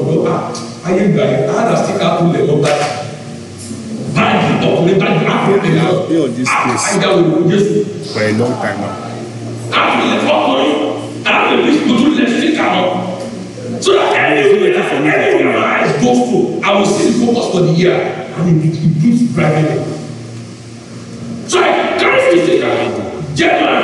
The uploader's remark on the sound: Covenant Champions Global Assembly Live Service